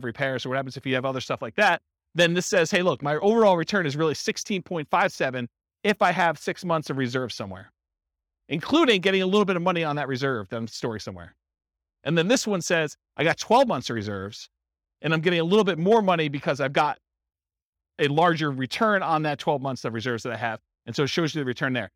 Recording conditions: live audience